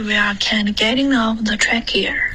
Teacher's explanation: 它的弱读，或者发 we're，它的融合音，可是不要发 weare